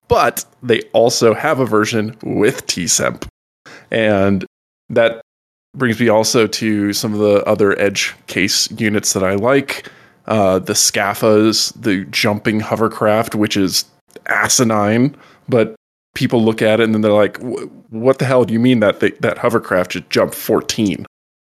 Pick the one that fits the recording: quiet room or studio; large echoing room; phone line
quiet room or studio